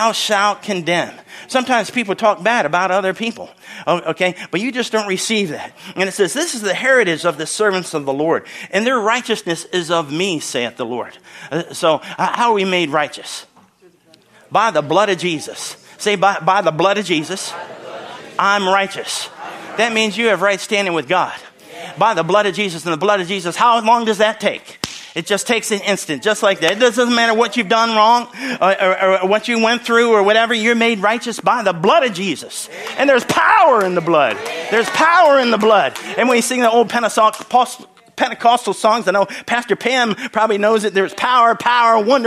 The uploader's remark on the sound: from the Sunday service on March 26, 2023 at Harvest Bible Church in Stockton, CA.